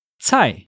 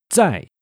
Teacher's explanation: 菜 is a different sound from 在, which is the word we've seen before for located at or again. The consonant at the beginning of 菜, the word for vegetable, is unvoiced, ts, whereas the consonant in 在, located at or again, is voiced, z.